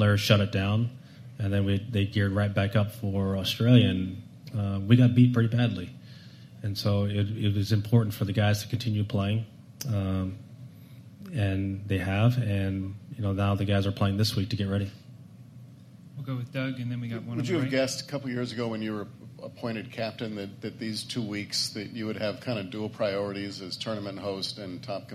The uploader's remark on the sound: Live from PNC Father Son. Broadcasts live from the PNC Father Son Challenge.